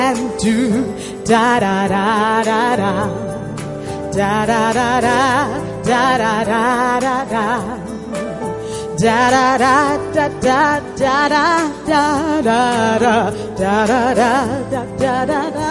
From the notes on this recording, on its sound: Preached at the First Love Center.